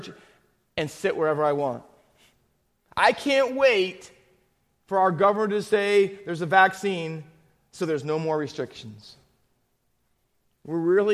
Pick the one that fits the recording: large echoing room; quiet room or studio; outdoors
large echoing room